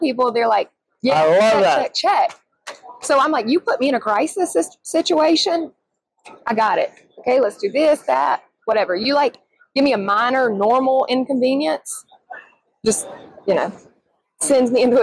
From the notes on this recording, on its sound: live from the 2023 ADA SmileCon show floor